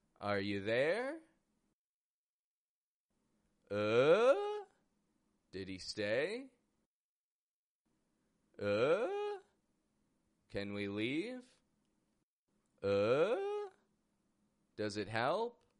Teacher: the final word raises up in pitch two octaves. This is called upspeak.